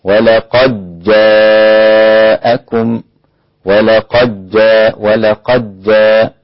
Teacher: عندي إدغام الدال في الجيم